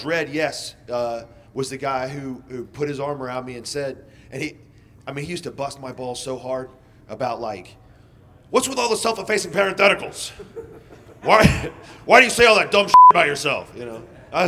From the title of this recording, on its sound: Live! From The F3 10 Year Anniversary